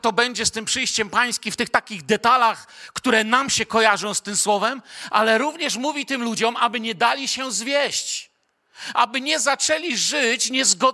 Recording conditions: large echoing room